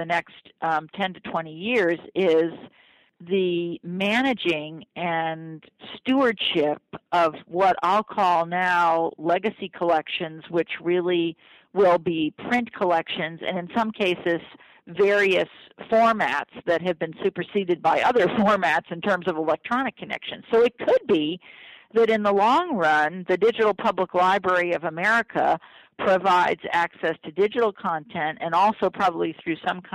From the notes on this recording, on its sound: Got on the phone.